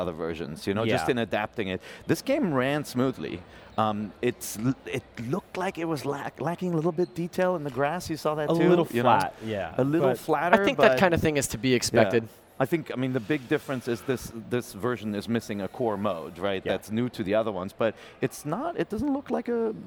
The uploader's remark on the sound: The NVC team travelled to Cologne, Germany, to report back live from the annual mega-games convention, Gamescom.